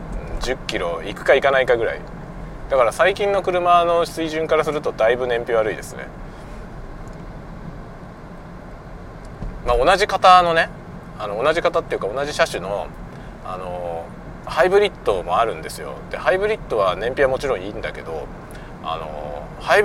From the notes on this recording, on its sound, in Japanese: 車運転しながら雑談。尻切れで終わってます。